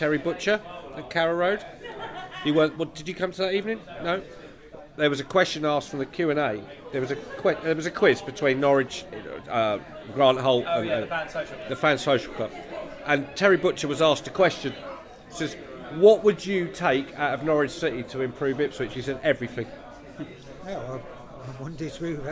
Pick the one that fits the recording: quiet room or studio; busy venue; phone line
busy venue